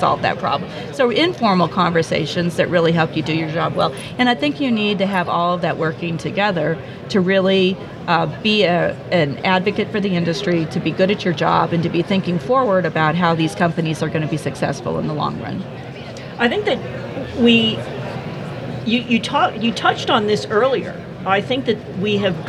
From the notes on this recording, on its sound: at the Gas Machinery Conference